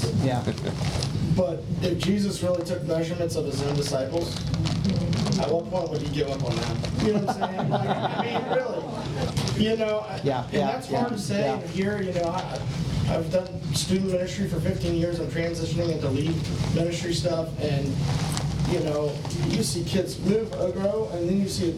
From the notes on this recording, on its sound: Today’s audio comes from the National Disciple Making Forum by Discipleship.org. Global Discipleship Initiative hosted a track called “Turning Your Church into a Disciple Making Mission.”